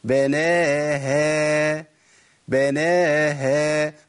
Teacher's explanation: انه يجي عند حرف المد، لو جه بعديه مرقق جه بعديه مفخم ويطخن صوته، بناها كده فخمنا الهاء، لان الالف يقبل التفخيم لكن الهاء لا تقبل التفخيم